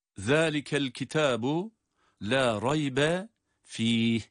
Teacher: zalike kelimesindeki zal harfinin peltek olduğunu artık hepimiz biliyoruz. Zalikel kitabu la raybe fih.